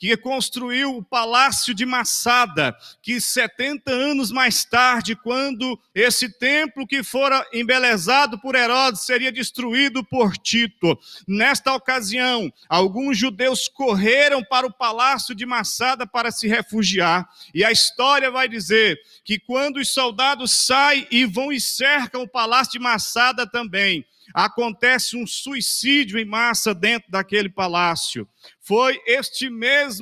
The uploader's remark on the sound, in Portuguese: CULTO AO VIVO 19H30. Igreja Batista Nacional Central.